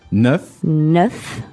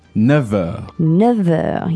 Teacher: You might notice the F sound turns into a V sound. · Shown in: second take · Term: liaison